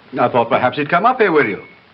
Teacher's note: Listen to how he does not have the ah-aw merger yet.